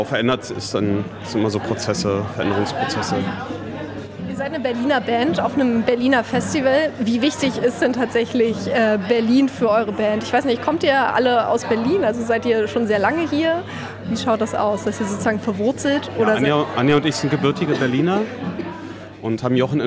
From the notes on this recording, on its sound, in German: auf dem Torstraßen Festival interviewt